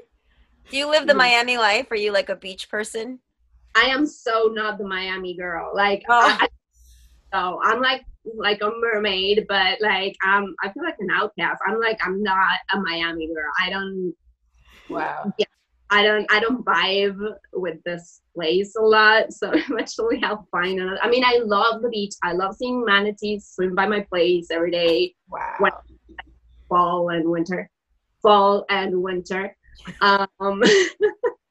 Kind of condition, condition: link, video call